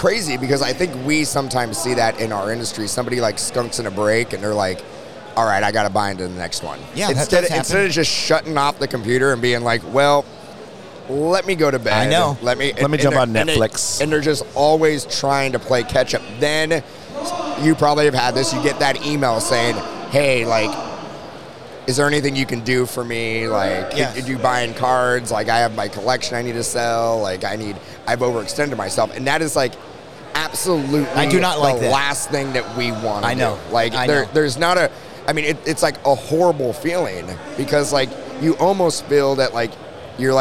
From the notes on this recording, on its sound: LIVE at the 2022 The National Sports Collectors Convention!